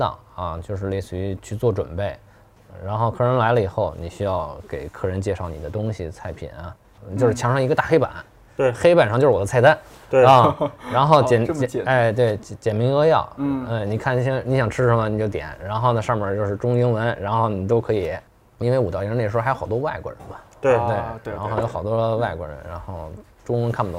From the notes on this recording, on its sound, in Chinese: 其中一家店录制了这期节目